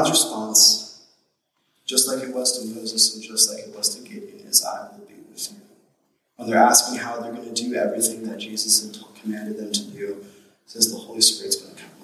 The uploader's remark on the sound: We apologize for the poor audio quality in this message as we were experiencing technical difficulties